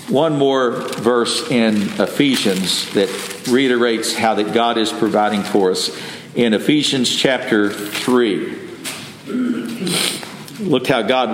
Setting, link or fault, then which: setting, large echoing room